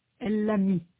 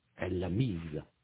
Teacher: Remarquez que dans ce cas, la prononciation est différente. Dans « mis », le « s » n'est pas prononcé. Dans « mise », il est prononcé comme « z », comme un « z ».